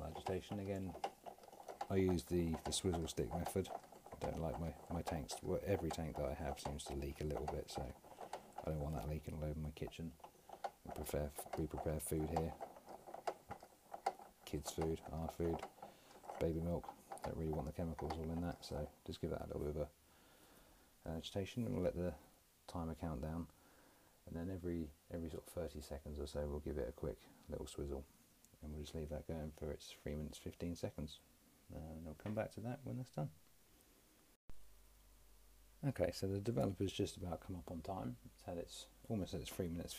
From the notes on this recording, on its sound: Apologies for the low level audio